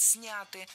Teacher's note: В этом слове ударяем первый слог.